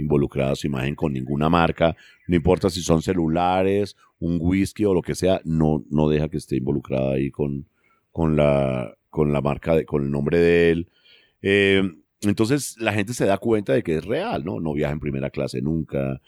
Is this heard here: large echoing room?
no